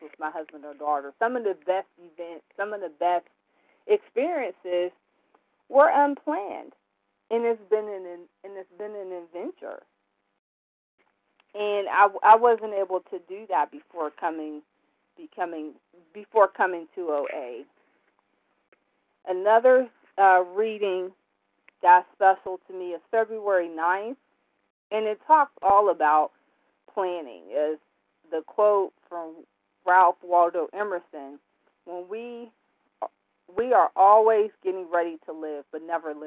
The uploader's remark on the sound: 100 Pounders Phone Meeting